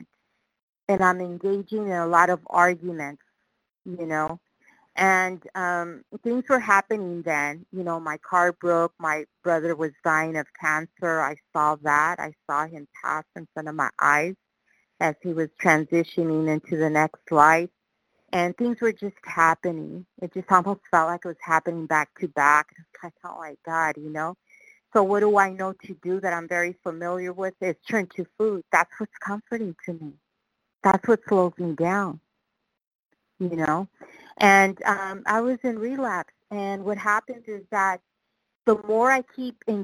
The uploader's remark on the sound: qualification from the 100 Pounders Phone Meeting